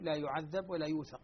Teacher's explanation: قرأ الكسائي فيومئذ لا يعذب عذابه أحد ولا يوثق وثاقه أحد بفتح الذال والثاء على البناء الفعلين للمفعول لما لم يسمى فاعله لا يعذب ولا يوثق.